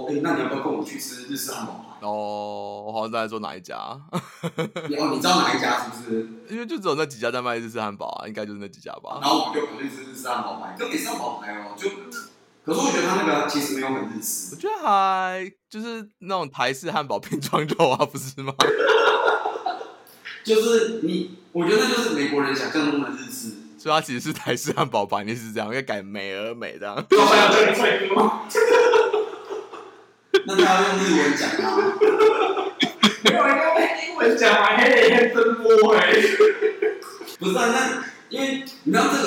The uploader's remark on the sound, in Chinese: 體驗浴室全裸錄音，回音響徹天際。這個音質，神仙也難救。